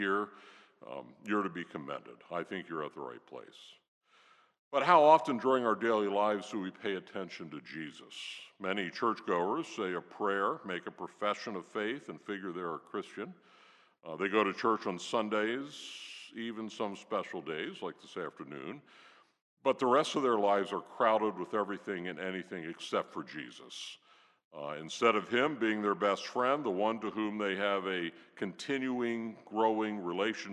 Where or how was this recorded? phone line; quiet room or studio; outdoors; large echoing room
large echoing room